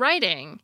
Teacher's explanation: homophones in American English because we pronounce a T in one of them like a D